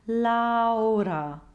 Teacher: So be sure to start it off with a true bright ah, and then to stay on that ah until just before your tongue comes up to flip the r